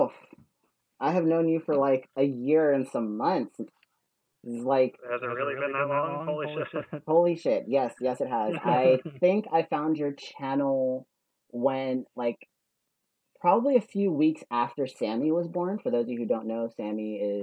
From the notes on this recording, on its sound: Despite some audio issues